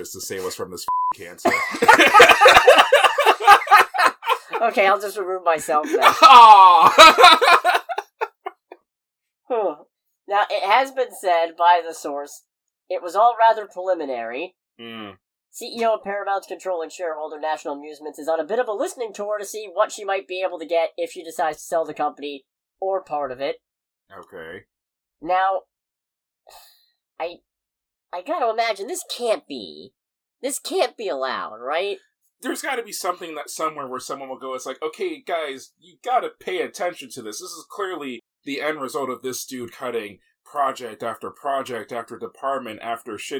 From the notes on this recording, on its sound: Pardon the audio quality this week, we both gathered in the same location to record.